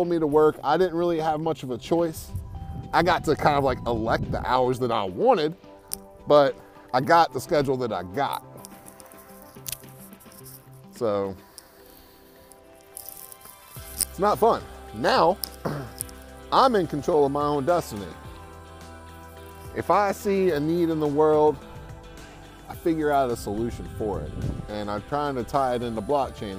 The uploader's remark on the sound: Today I am sitting by the river